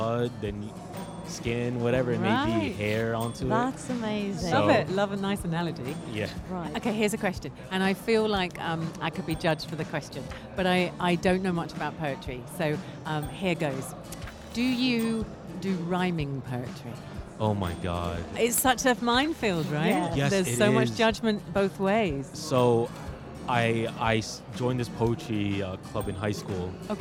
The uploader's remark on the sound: Live from SIBF 2023